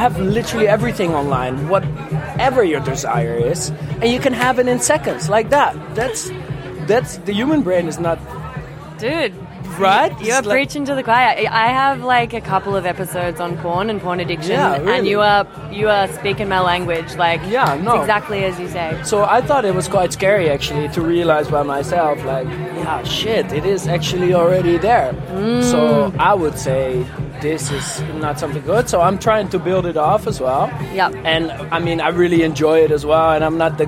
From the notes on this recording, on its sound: Comfort Creek LIVE. Live from Comfort Creek festival.